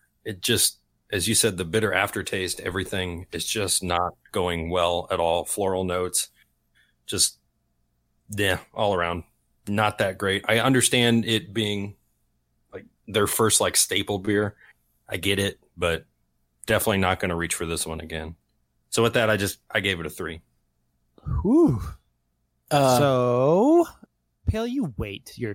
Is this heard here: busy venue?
no